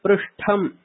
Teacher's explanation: तदा पृष्ठम् इति महाप्राणयुक्तः पृष्ठशब्दः